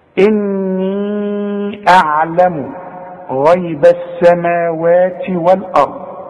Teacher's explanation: قال ألم أقل لكم، خلاص، إني، أنت خدت النون، احنا قلنا كل نون على شدة لازم تغن، فما تقولش إني أعلم، لا، إني، خلاص، وعند المد فوق الياء عشان بعده همزة، لازم أمد أربع حركات عند الوصل